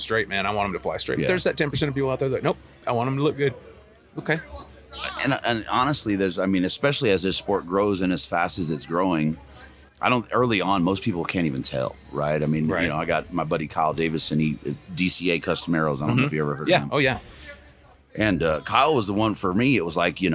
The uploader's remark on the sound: Live from Mountain Archery Fest